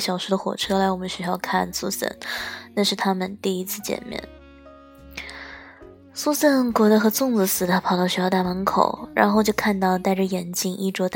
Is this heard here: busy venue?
no